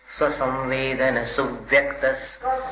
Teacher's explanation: सु पे स्वराघात करना है